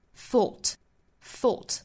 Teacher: 英音的发法这个元音呢是口型更小一些